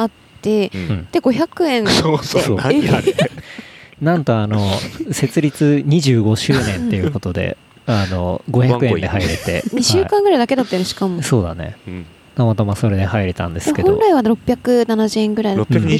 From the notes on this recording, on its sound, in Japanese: 山頂収録。早月尾根ルート。早月小屋。